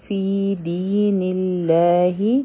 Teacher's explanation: فی د دې نه پسې دین الله، دی هم حرف مده دی ځکه چې د دال د لاندې کسره ده، په یا سکون دی، او نون به مونږ د الله د نوم سره یو ځای کوو، لیکن دا لام جلاله به مونږ نری وایو ځکه چې د نون د لاندې کسره ده زیر دی.